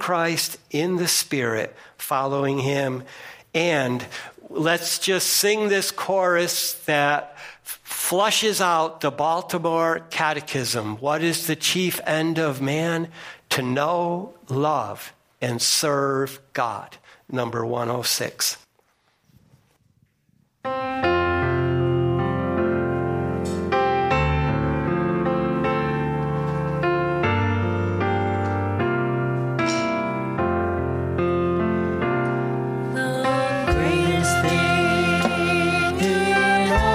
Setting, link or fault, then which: setting, large echoing room